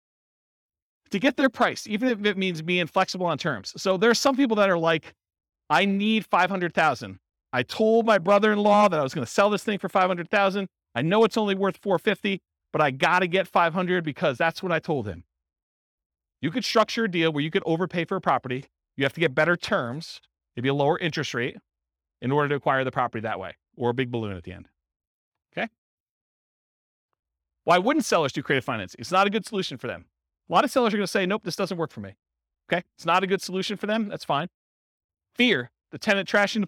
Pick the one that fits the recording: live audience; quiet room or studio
live audience